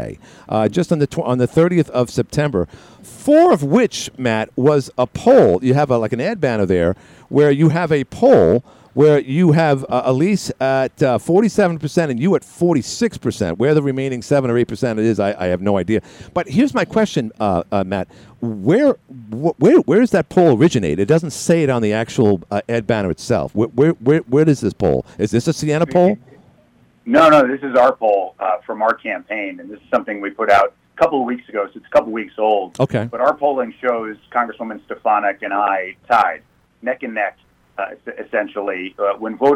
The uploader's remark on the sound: called in today